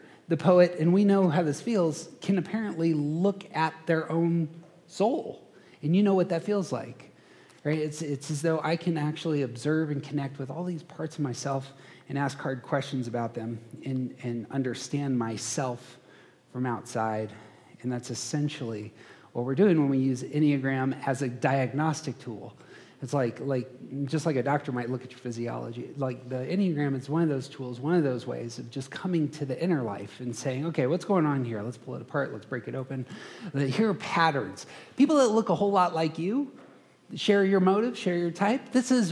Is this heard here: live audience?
yes